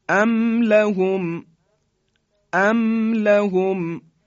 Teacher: ما میم ساکن رو به خوبی اظهار میکنیم و حرف بعدی رو هم میگیم